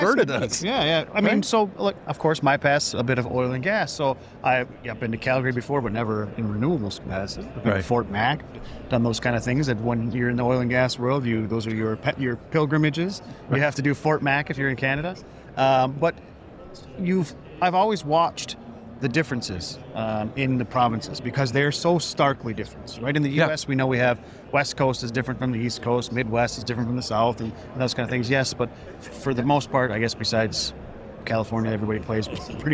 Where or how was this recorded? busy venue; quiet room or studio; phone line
busy venue